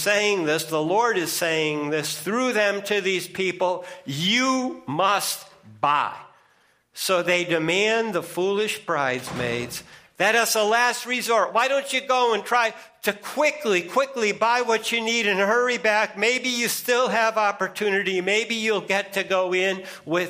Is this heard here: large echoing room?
yes